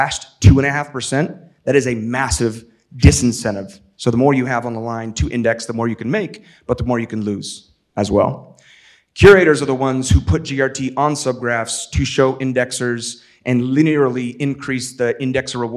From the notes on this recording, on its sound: In this engaging keynote from Disco Summit 2023.